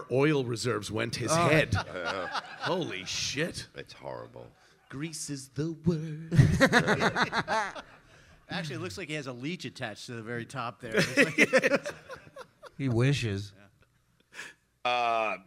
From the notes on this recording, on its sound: The Uncle Rico Show LIVE from DabbleCon!